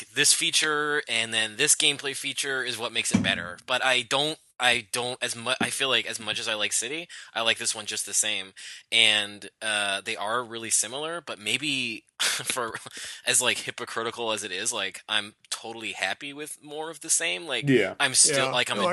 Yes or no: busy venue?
no